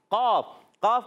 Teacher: قاف کا مخرج زبان کی جڑ تالو کا نرم حصہ اس کو حرف لہویہ کہتے ہیں قاف اور کاف یہ دو